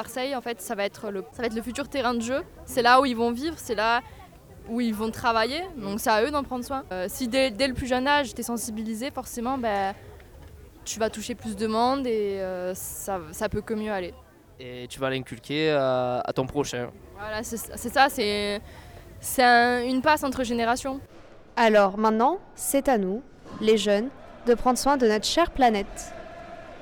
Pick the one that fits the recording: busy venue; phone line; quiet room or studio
busy venue